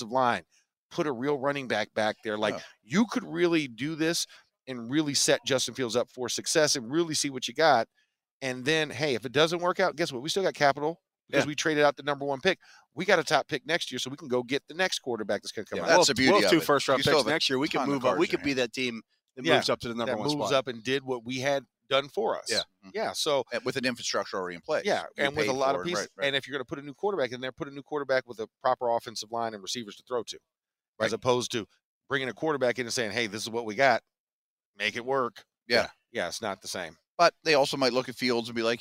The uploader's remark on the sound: The Drive LIVE from the NFL Combine.